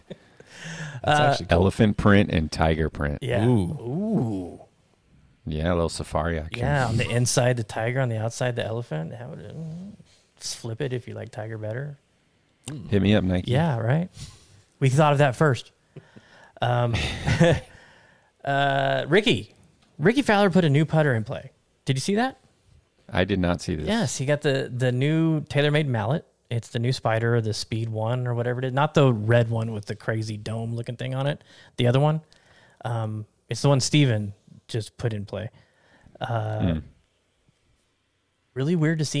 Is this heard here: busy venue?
no